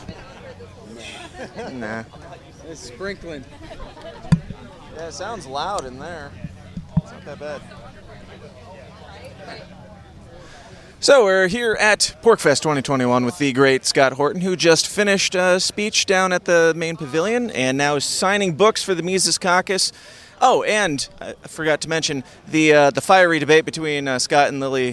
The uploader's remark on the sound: Continuing my on-location in-person at PorcFest series.